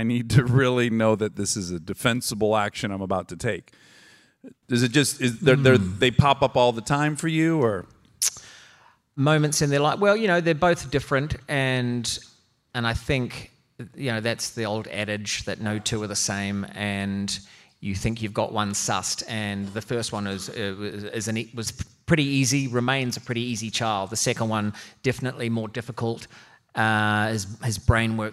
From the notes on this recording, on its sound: Armchair Expert Live from San Antonio at the Dad 2.0 Conference.